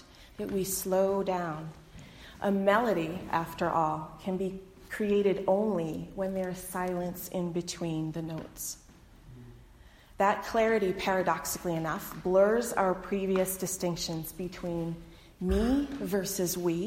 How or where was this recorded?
large echoing room